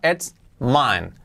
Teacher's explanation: La I como una E y la T bien marcada.